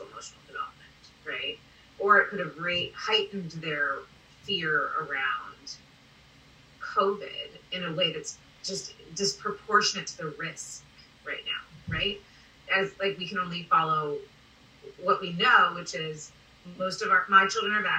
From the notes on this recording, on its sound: We decided to hit record right on my iPhone. This episode is a little different - it's raw, unfiltered and unedited.